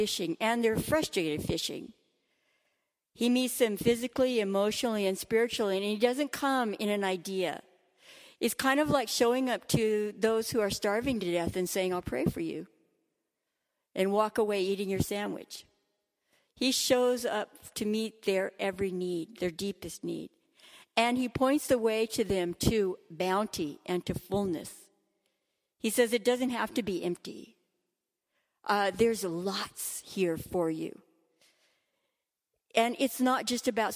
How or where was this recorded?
large echoing room